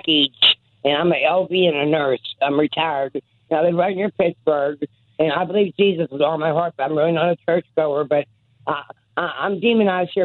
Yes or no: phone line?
yes